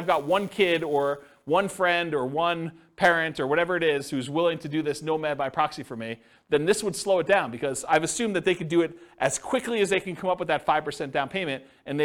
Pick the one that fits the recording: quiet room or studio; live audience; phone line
live audience